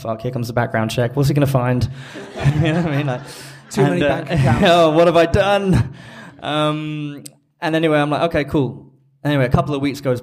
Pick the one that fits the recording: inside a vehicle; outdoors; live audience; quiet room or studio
live audience